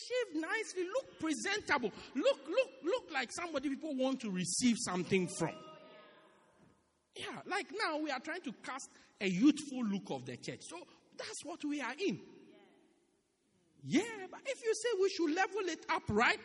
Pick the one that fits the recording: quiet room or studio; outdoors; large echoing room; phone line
large echoing room